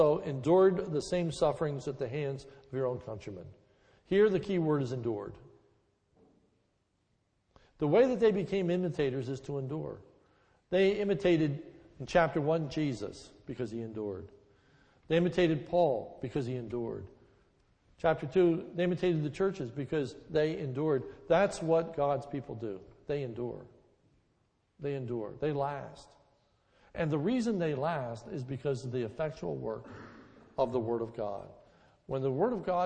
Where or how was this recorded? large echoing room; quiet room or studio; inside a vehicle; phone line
large echoing room